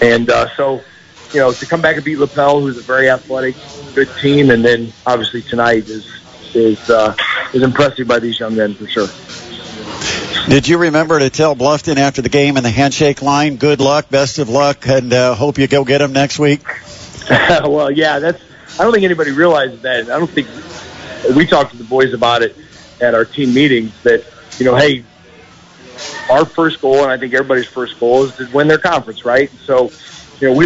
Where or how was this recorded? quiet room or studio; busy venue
busy venue